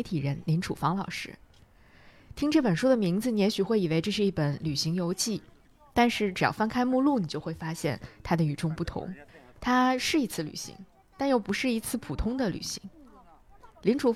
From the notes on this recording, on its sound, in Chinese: 在初春的北京。一起在城市公园，边走边聊。